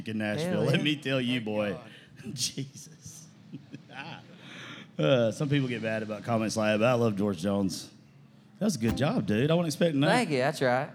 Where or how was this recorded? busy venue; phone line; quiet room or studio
busy venue